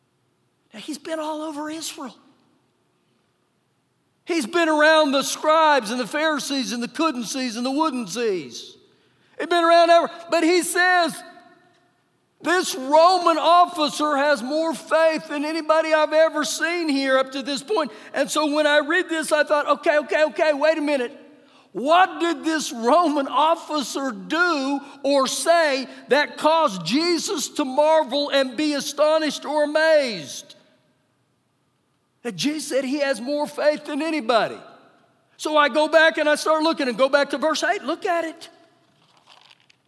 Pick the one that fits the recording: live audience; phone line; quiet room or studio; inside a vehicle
live audience